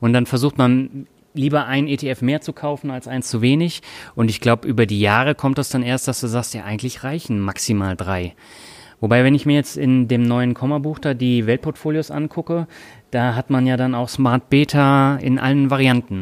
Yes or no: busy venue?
yes